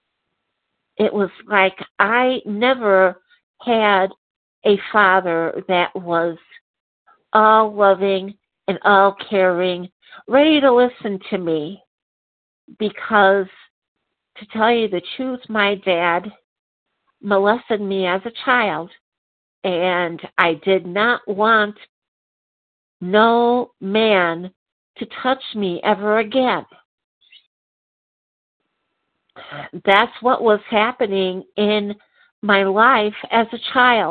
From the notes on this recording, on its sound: from the 100 Pounders Phone Meeting, 3/18/23